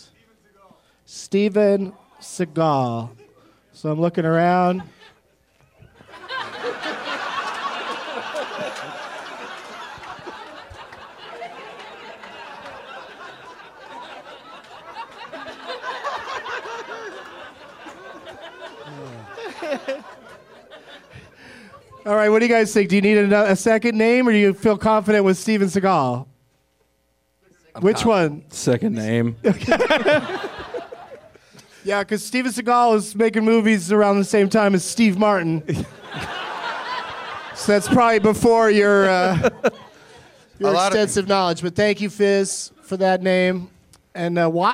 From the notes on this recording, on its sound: Live from the Improv in Orlando